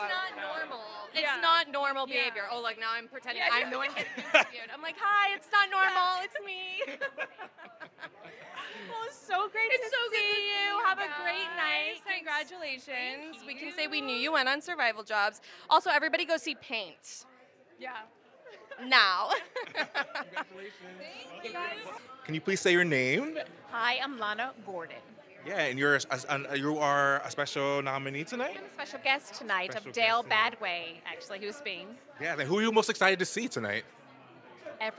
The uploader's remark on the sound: Live from the Theatre World Awards Red Carpet. Live on the red carpet of the Theatre World Awards. Featuring interviews from honorees and presenters.